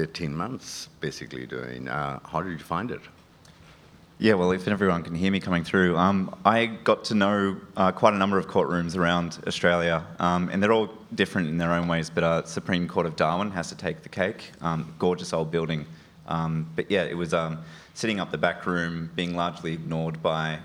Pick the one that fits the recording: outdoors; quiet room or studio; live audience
live audience